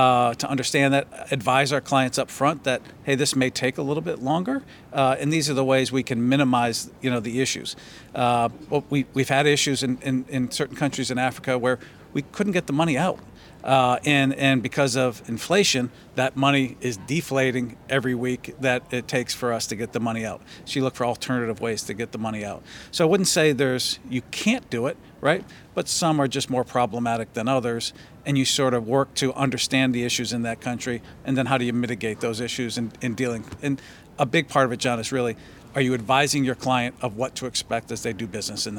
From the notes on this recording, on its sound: at Riskworld, the RIMS 2023 annual conference